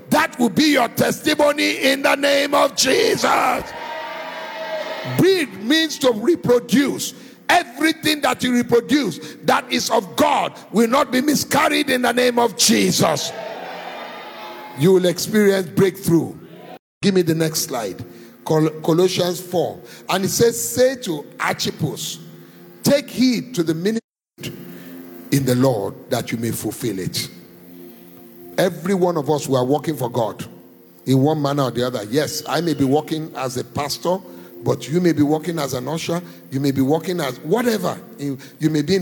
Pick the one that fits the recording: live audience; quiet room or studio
live audience